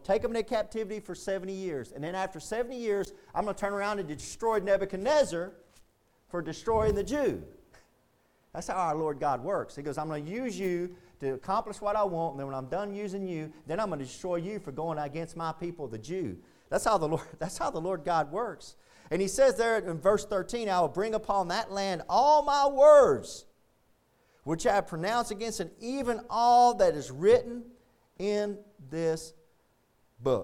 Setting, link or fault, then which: setting, large echoing room